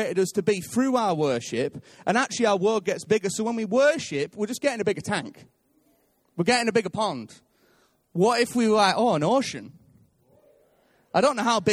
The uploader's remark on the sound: Recorded live at Life Church Lancashire on 3rd March 2019